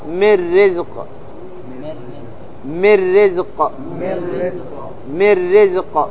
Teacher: إدغام كامل بغير غنة